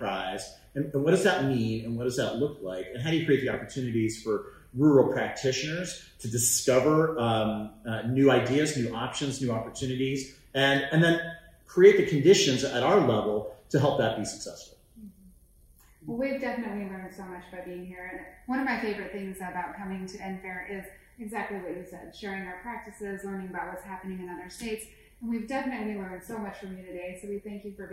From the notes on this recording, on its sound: Live from The National Forum to Advance Rural Education.